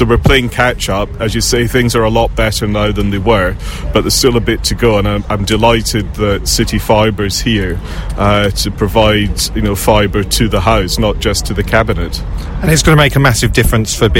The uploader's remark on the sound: Live from Milton Keynes train Station